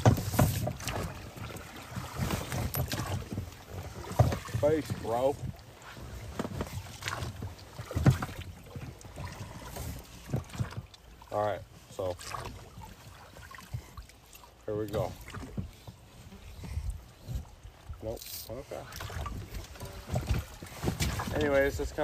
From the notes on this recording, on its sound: This is LIVE from the raft chasing pike on the lake!